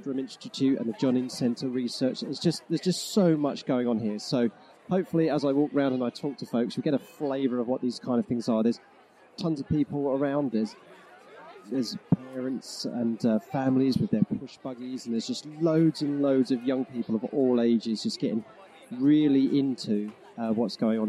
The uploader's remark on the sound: A special episode recorded on-location at the Norwich Forum for the Norwich Science Festival.